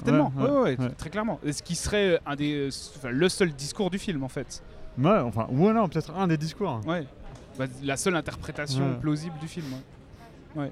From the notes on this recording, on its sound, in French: Épisode spécial enregistré lors de la 22e édition du NIFFF (Neuchâtel International Fantastic Film Festival).